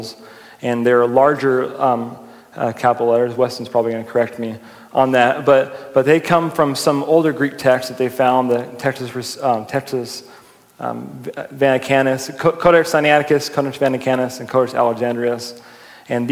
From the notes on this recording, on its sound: during a live Q&A session at Calvary Hanford